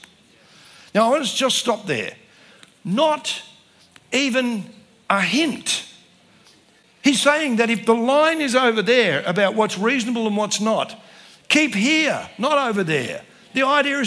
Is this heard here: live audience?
yes